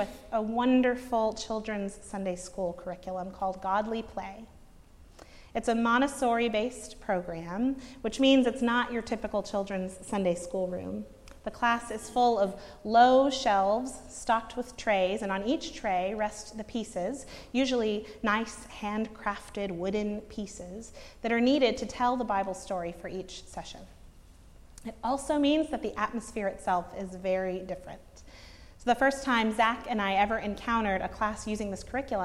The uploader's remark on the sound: preached at Northminster Church on March 10, 2019